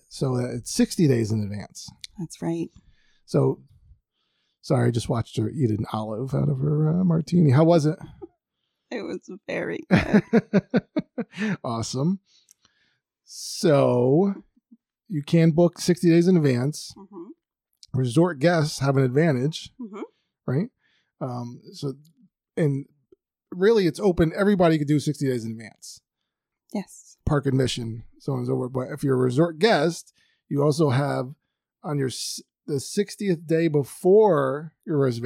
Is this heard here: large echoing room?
no